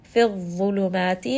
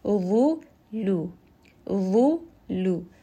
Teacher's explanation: So make sure dha is heavy, lam is light.